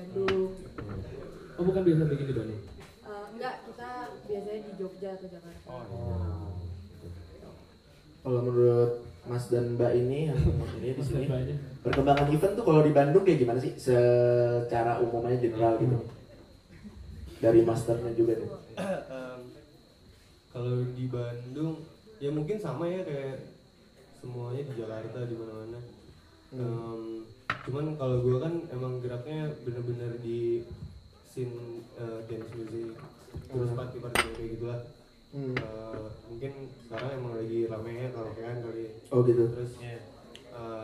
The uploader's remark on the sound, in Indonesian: Episode kali ini merupakan episode special buat kami karena akhirnya kesampean bikin live podcast untuk pertama kalinya, all thanks to Far Far Away Bandung!